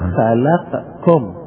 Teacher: قال والقاف تدغم في الكاف وبالعكس، والكاف تدغم في القاف، نحو خلقكم، خلقكم أصلاً خلقكم، خلقكم سكننا القاف وأدغمنا القاف في الكاف